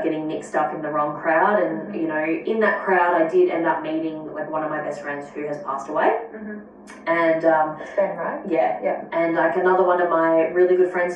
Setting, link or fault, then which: fault, echo